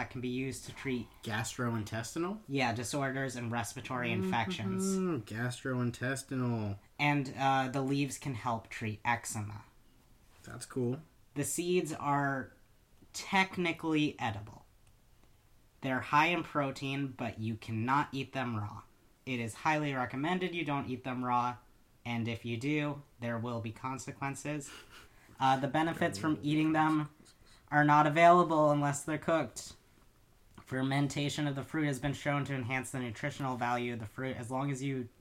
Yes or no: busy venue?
no